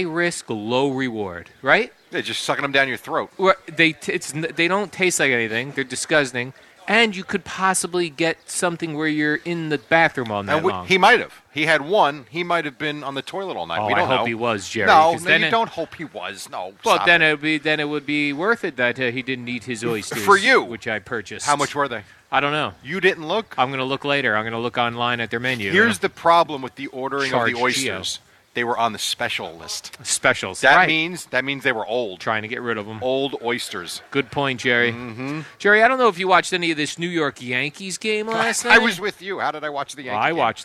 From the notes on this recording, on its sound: Kicking off summer live from D'Jais in Belmar.